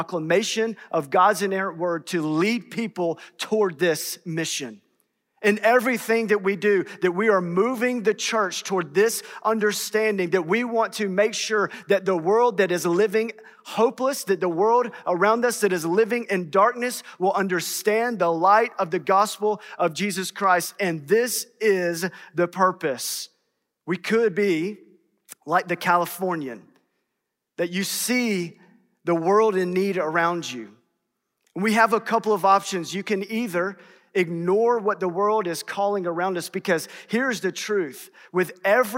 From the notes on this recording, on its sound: in #SWBTSChapel on March 8th, 2022.